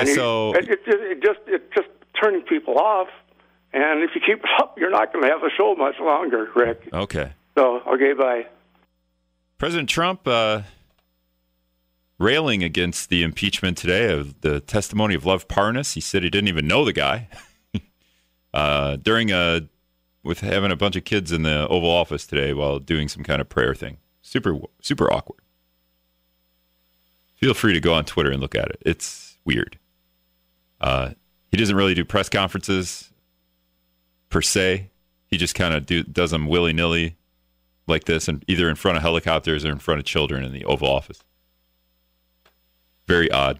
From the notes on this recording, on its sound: called in with their own agendas, which is always awkward.